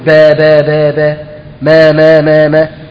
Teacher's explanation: الباء من الحروف الشفوية، والميم من الحروف الشفوية